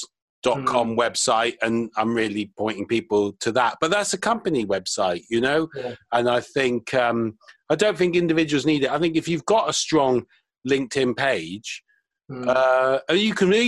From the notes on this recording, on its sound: In this episode we have a 'zoom' chat (it's all the rage).